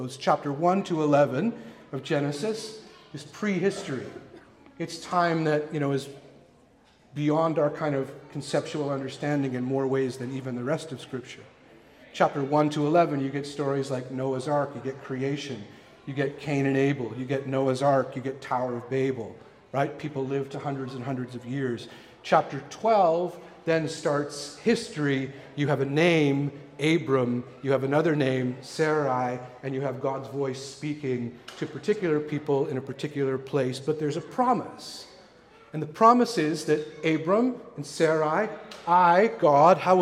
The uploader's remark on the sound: Recorded at the Pipe Shop venue in North Vancouver.